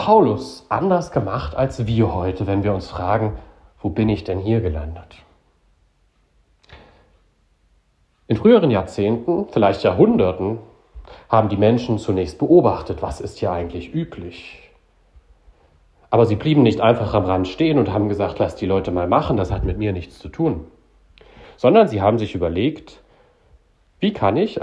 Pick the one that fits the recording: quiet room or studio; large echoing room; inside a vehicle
large echoing room